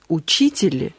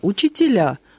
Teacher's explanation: Переход ударения на окончание вместе с сменой окончания «и» на «а» · Shown in: second take